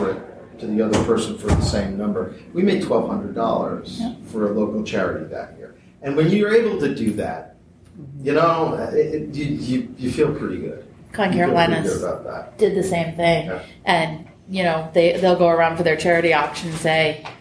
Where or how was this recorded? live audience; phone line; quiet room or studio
live audience